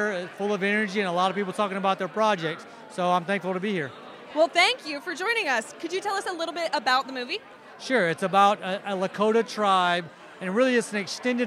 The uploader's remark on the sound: This week we take you to opening night of the Soho International Film Festival. This week we take you to opening night of the Soho International Film Festival.